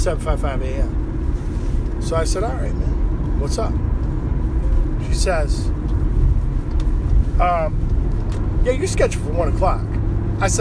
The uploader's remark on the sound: Doing show while driving. My wife called and stopped the show.